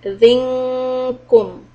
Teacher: Back part of the tongue goes up so that it is ready for kaf.